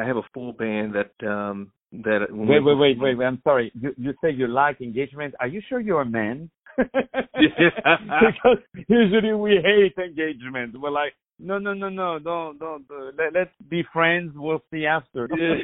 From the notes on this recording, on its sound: On the phone